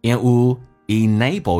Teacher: And 这个 D 去掉,would 的 D 也可以不发音